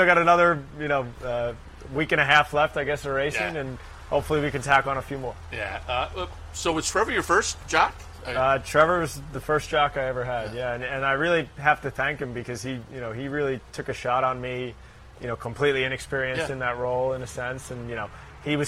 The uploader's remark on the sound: live from Saratoga Race Course